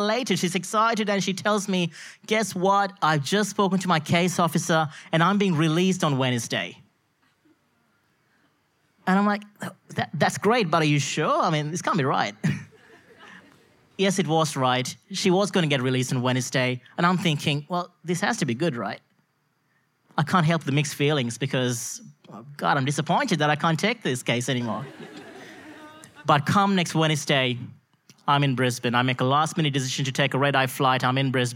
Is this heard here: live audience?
yes